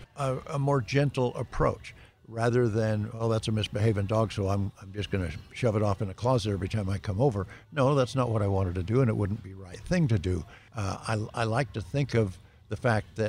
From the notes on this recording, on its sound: Recorded at Wheelers Western Outfitters